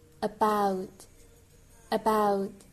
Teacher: about 又有一个双元音 ow, ow 从 a 到 u 的滑音